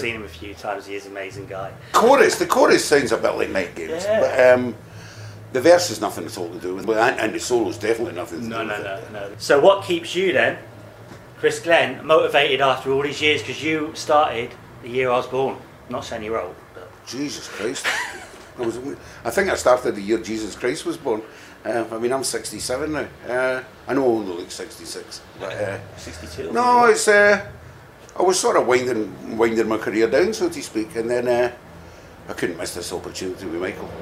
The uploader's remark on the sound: recorded at Bannermans Edinburgh 17/2/18